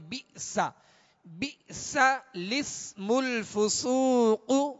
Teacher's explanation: جو حمزہ با حمزہ زیر بی اس میں جھٹکا ہے اور با کی زیر معروف پڑھیں گے، مجھول بئس نہیں پڑھیں گے